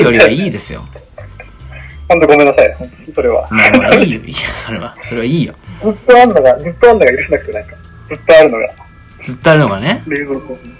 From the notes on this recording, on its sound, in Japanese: 電話収録の為音声が聞き取りにくい場合がございます。